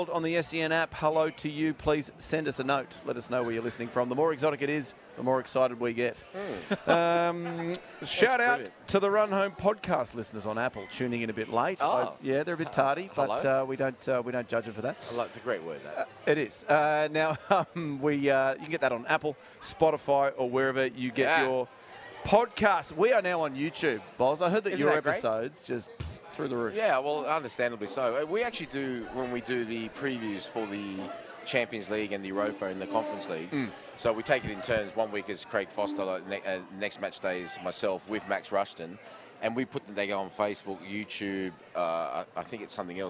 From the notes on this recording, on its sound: live from Wahlburgers in Circular Quay